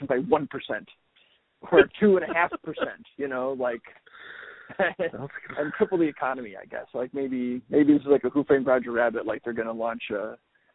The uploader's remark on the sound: have a "quick" phone call